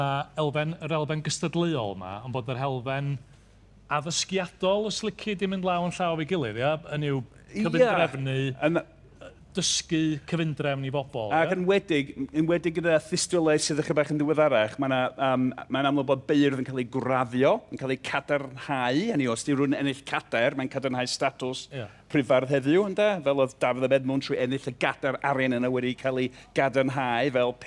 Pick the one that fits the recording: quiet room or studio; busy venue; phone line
busy venue